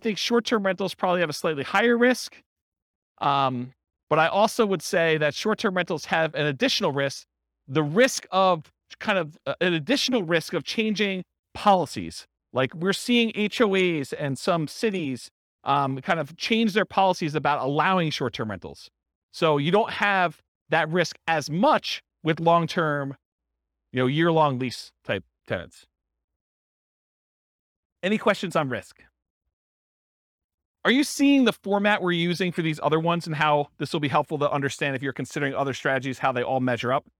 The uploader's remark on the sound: This was a live class recorded